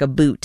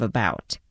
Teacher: this thing called Canadian raising, which is basically where you say things like a boot instead of about · Shown in: first take